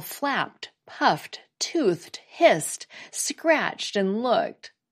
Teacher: It's pronounced as a T when the base word ends in a voiceless consonant.